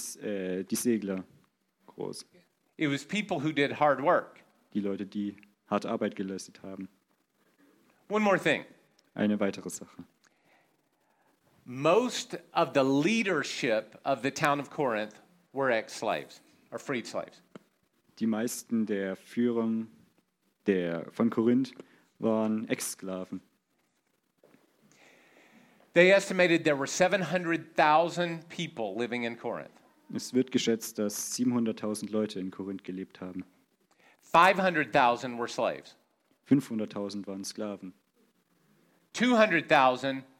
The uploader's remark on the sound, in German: in der Gemeinde Kaleo Schopfheim aufgenommen